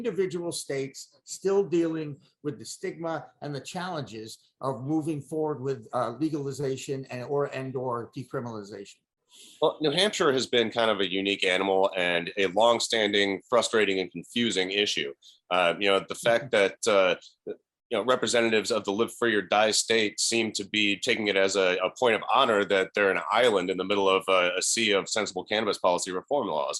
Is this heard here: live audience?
no